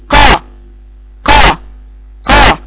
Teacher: لان بتقول قا قا قا كده القاف كلها غلط، خرجت معها نفس والقاف ما قفلتش ما حبستش صوتها وما جابتش استعلاء اقصى اللسان